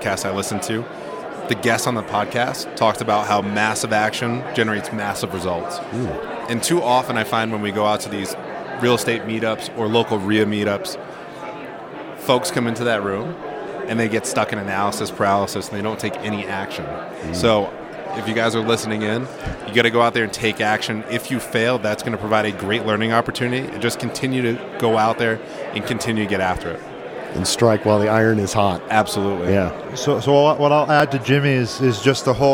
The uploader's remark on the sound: Recorded live from the Best Ever Conference in Keystone, Colorado.